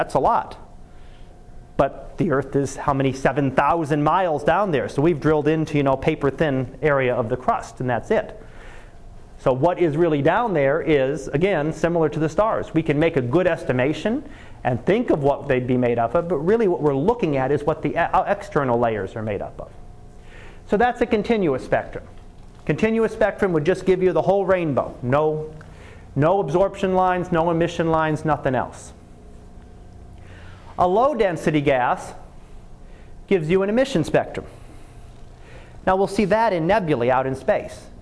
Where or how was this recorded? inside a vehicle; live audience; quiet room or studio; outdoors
live audience